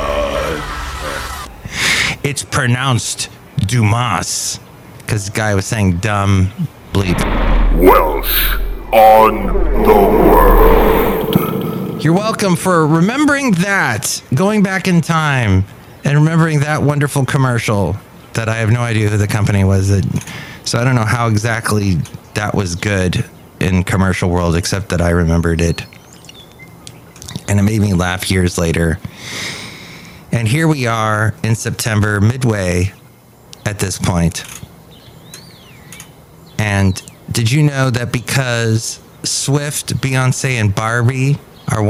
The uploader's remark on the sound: podcasts live from Café Anyway